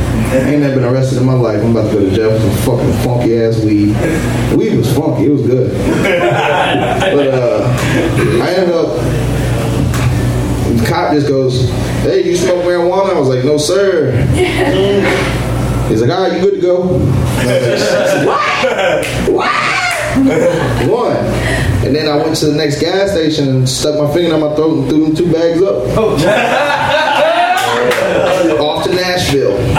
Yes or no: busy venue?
yes